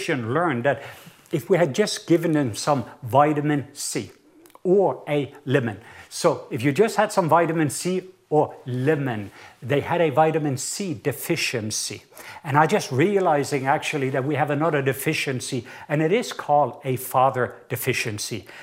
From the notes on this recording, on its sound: Recorded at Northlands Church.